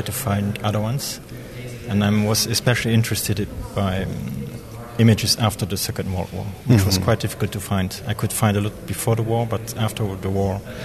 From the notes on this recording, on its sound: Today we are presenting some of the conversations we had during the 1000 Books Art Book Festival which was at Charlottenborg about a week and a half ago.